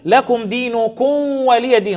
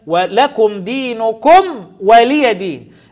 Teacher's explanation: برضو الميم الساكنة بعدها الواو إظهار شفوي · Shown in: second take · وكان المشايخ يحذرون من الميم الساكنة أن تختفي عند الواو، فقالوا واحذر لدى واو وفى أن تختفي.